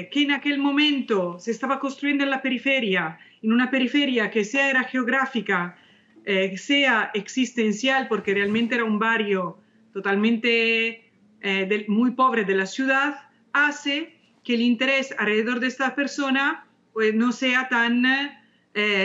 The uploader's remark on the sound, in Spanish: nos acompaña por primera vez, vía Skype.